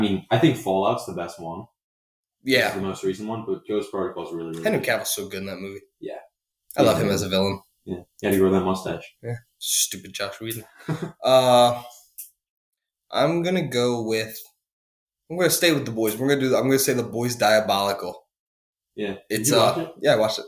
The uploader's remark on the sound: Sorry about the audio. The boys just moved to the studio and have not been able to set it up.